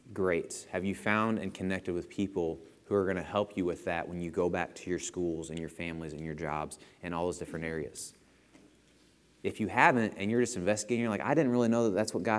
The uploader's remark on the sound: Lesson presented at The Crossings Church Collinsville in Collinsville, IL.